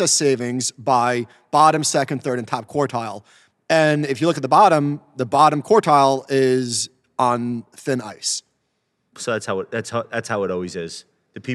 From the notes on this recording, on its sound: Live from Houston. In front of a live audience at the Dynasty Investors Forum.